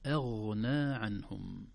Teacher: الهمزة مرققة والغين مفخمة، لا نقول ما أغنى أغنى، لا، ما أغنى أغنى، نرقق الهمزة ثم ننتقل إلى الغين مفخمة أيضا لينة في النطق.